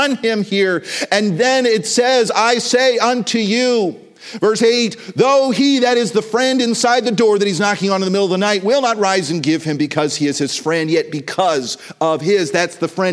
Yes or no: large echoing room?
yes